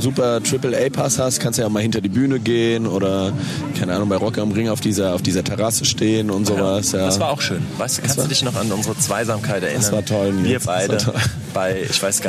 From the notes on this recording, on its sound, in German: auf dem Open Flair Festival in Eschwege unterwegs